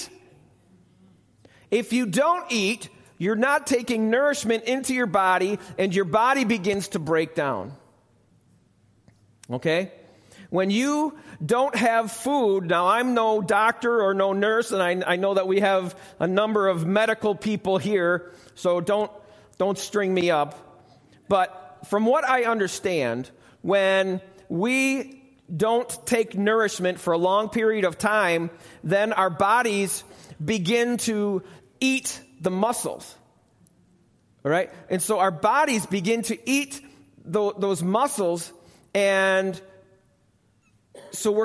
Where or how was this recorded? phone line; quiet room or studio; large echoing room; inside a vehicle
large echoing room